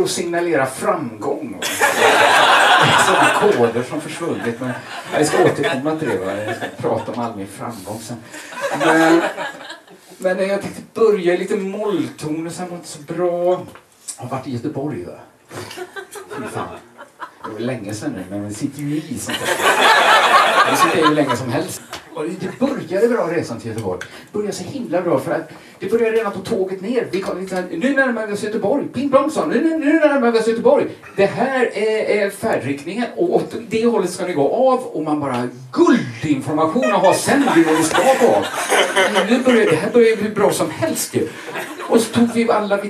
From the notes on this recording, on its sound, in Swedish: Inspelad i mars 2020 på Bonden Bar i Stockholm.